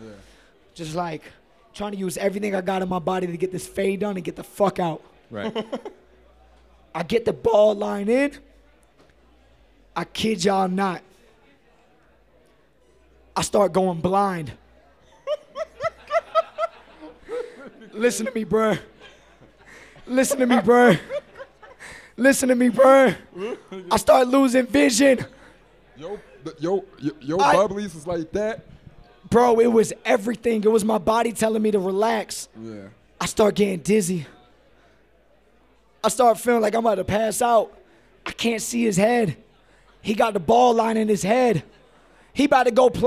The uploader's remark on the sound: Recorded in front of a live audience in Utah during All-Star Weekend.